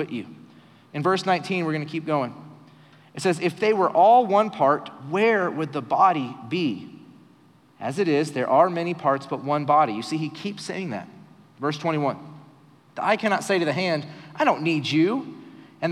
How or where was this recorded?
live audience